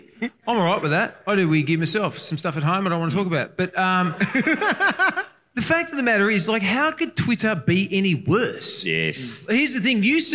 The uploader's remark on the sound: LIVE at Grapes of Mirth.